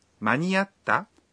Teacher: Por eso dice ¿Maniatta? En un tono ascendente.